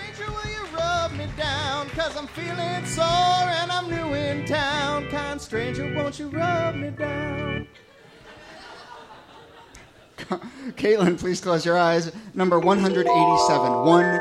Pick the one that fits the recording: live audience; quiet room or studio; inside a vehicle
live audience